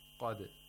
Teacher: We have tafkhim of qaf.